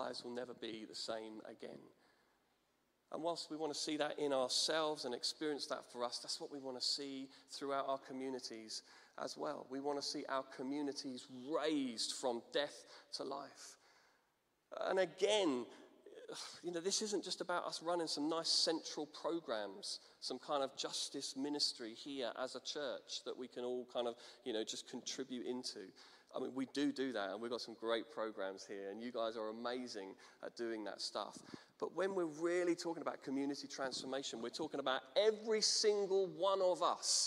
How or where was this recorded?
large echoing room